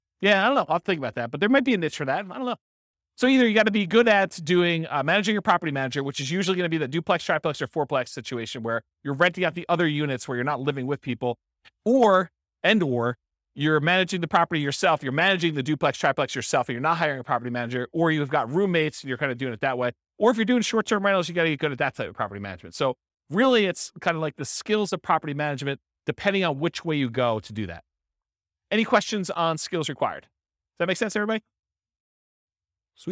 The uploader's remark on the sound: This was a live class recorded